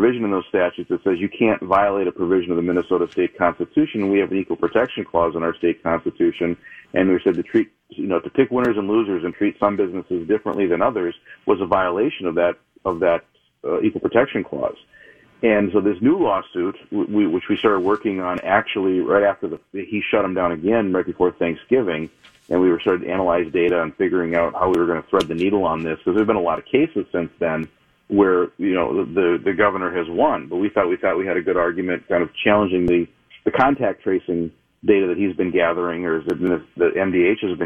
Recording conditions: phone line